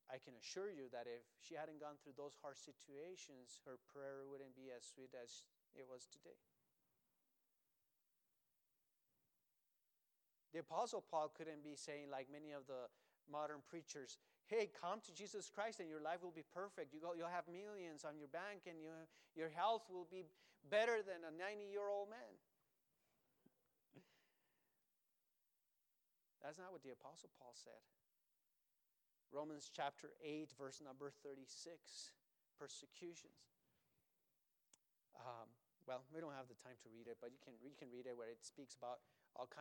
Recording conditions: large echoing room